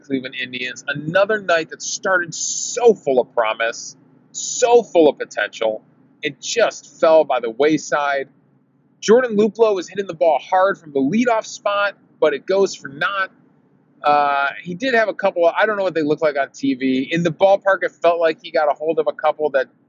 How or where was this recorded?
inside a vehicle